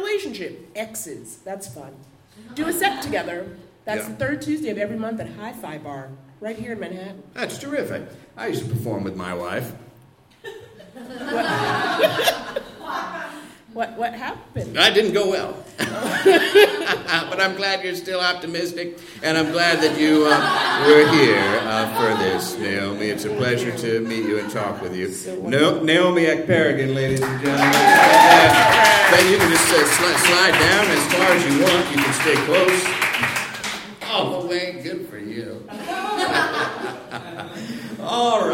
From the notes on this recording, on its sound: a spectacular live show recorded at The PIT in NYC